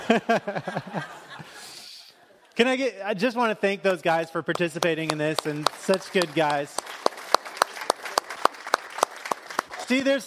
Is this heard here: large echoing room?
yes